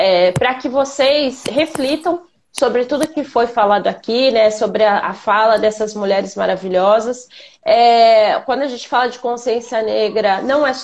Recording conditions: video call